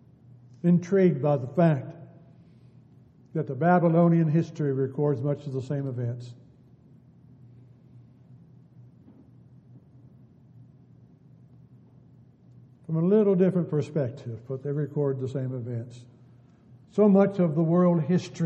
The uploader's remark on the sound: Downtown Church Of Christ Audio Sermon